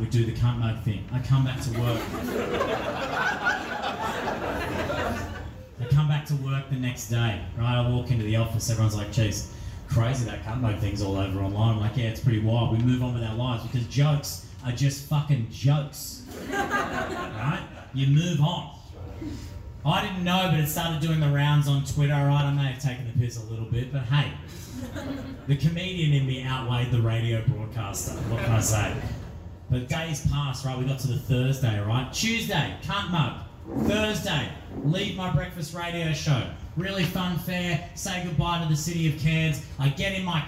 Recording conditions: live audience